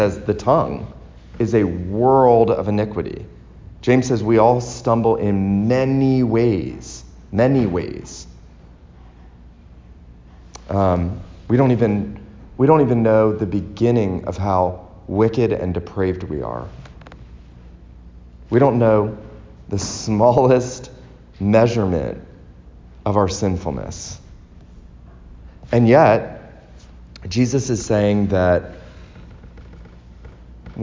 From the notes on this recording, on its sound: This sermon was preached at Christ Reformed Baptist Church on Lookout Mountain, TN.